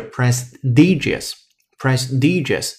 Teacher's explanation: I G I O US，prestigious，prestigious。翻译要注意两点，第一点就是 P R E 开头的那个 E，读的是 pre，那个小 A 音。接下来由于它在重读音阶是在 s t i 那一部分，所以这里边的 t 呢，我们读的是浊音的